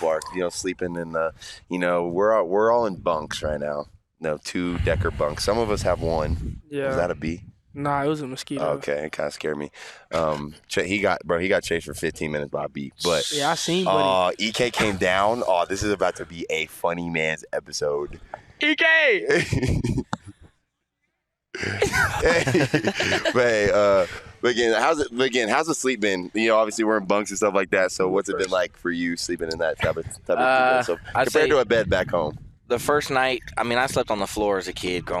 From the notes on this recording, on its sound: LIVE from Camp Tontozona in Payson as he comes to you from the field after practice with a TON of guests.